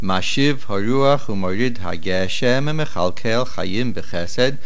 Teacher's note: if you say geshem, it should sound continuous into mechalkel. And if you say goshem, there should be a slight hefsek.